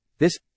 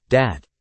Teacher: pronouncing TH as D or T · Shown in: second take · resulting in this sounding like dis and that sounding like dat.